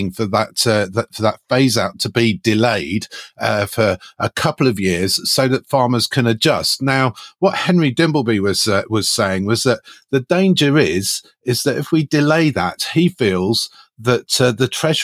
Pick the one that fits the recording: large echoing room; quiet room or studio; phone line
quiet room or studio